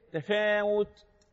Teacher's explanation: التاء جريان النفس وهو يسمى كما قلت من قبل بالهمس